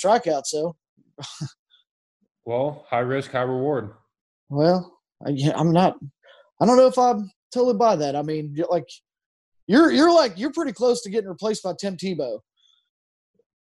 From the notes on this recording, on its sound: Zoom'd with one of the biggest names in MLB